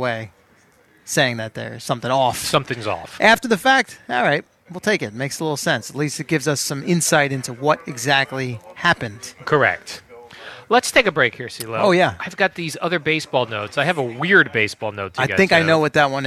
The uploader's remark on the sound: Live from Giants camp